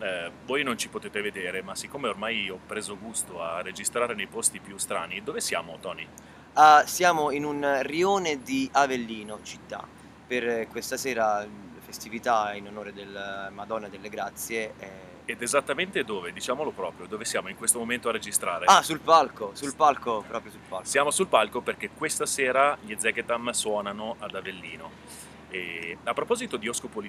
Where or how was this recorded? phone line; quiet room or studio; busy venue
busy venue